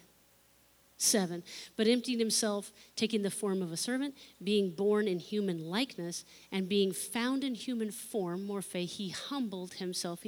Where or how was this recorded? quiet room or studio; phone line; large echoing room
large echoing room